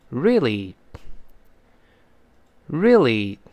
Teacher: 真正老美读的时候呢，他读的语速比较快，那个 re 呀，那个 e 呀，后面那个 a 就听不到了